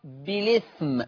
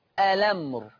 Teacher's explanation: نقل بشيل الهمزة وانقل الحركة إلى الساكن قبلها · Term: النقل